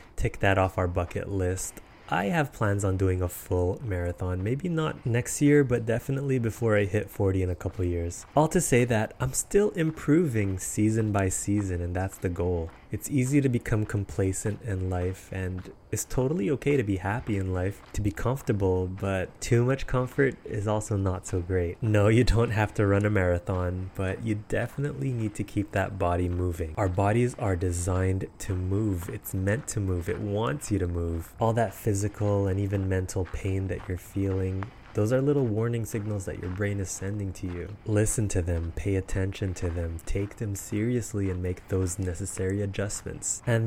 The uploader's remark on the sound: Autumn Walk N' Talk